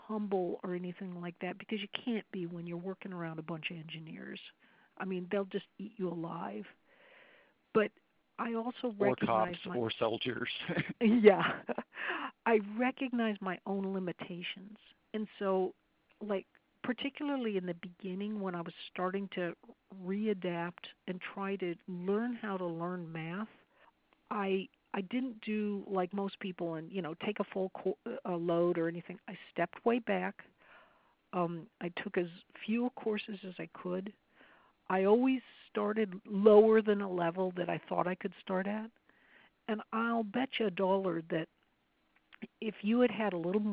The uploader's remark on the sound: I was on the phone with her for about two and a half hours